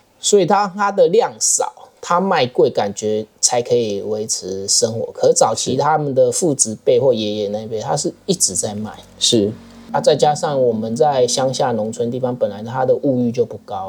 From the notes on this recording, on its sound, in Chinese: 由於錄音地點就在坪林主要幹道旁，多有環境音還請見諒。